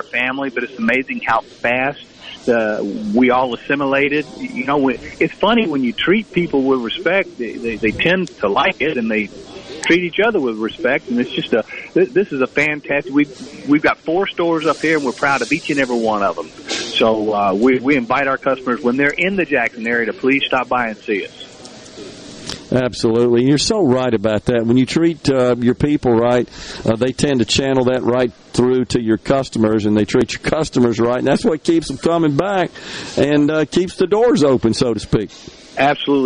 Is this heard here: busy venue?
yes